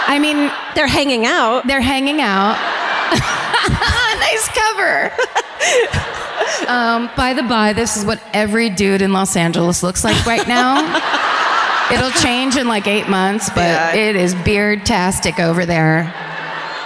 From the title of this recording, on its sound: Live at the Arvest Bank Theatre in Kansas City